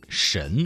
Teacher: 兵贵神速这四个字当中啊，有翘舌音声母的字吗？有，就是神速的神字